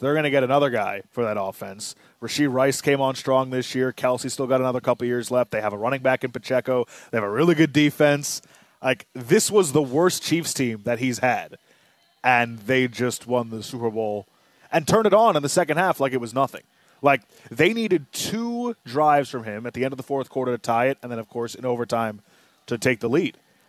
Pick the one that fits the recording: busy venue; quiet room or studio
busy venue